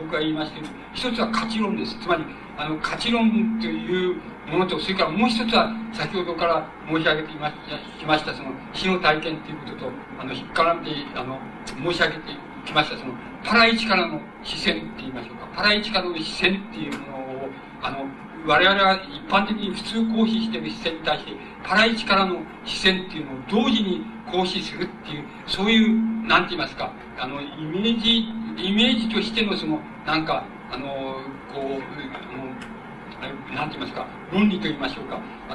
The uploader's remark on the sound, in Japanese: 主催：京都精華大学 学生部 場所：京都精華大学。京都精華大学大教室。一般の人にも開放され、 他大学の学生の参加も多かった。音源は主催者から提供だが ライン録音ではない。